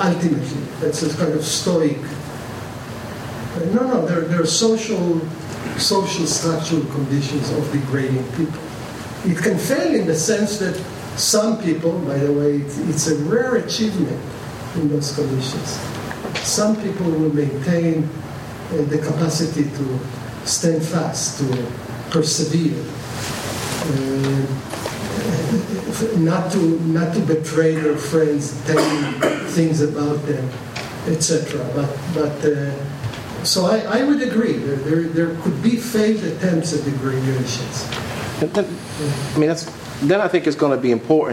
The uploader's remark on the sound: The 2015 Dewey Lecture was recorded on November 11 at the University of Chicago Law School.